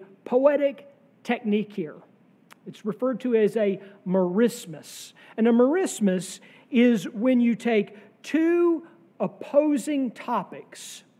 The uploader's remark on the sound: sermon from our worship service on June 18, 2023